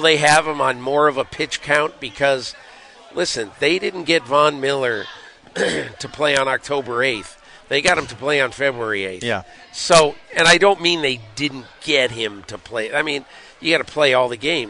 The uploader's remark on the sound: live from Bills training camp